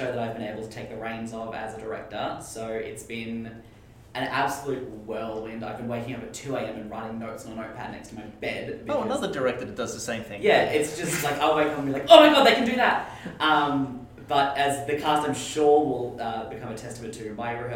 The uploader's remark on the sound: Please excuse the sound in this recording, the microphone was playing up.